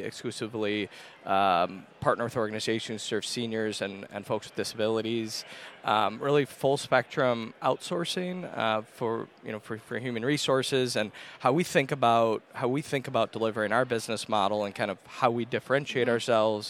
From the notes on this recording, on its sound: NIC Chats Podcast On the Road. Broadcast live from the 2023 NIC Fall Conference in Chicago.